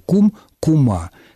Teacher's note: Добавлением окончания «а», причем это окончание становится ударным.